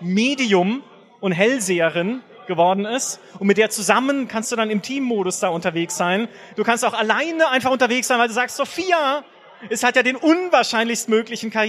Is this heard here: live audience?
yes